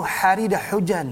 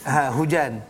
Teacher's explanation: jadi huruf ha ni tengah halkum. Kita tak ada dalam bahasa kita. · Shown in: first take